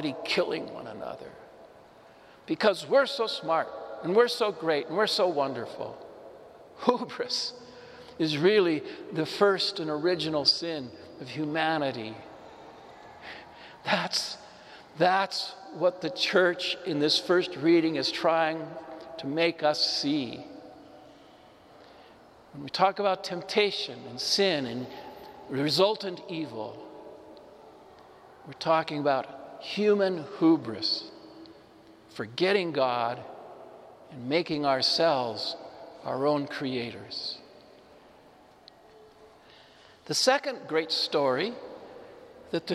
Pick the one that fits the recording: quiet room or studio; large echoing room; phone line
large echoing room